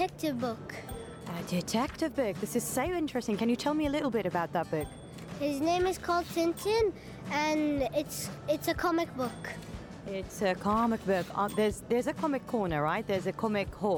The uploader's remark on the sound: Live from SIBF 2023